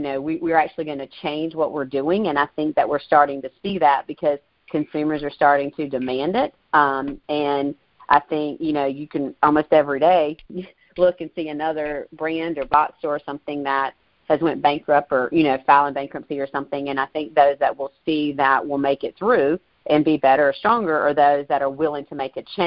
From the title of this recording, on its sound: Monthly Conference Call